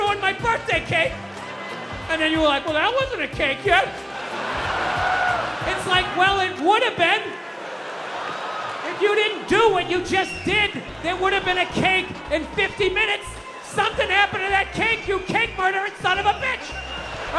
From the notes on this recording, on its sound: Live at Red Rocks (2022). Sped up 1.15x, intro/outro trimmed, Up Beat Smooth Jazz Saxophone Instrumental audio added.